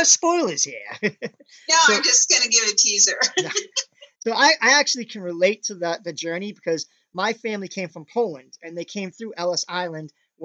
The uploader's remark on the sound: zoom interview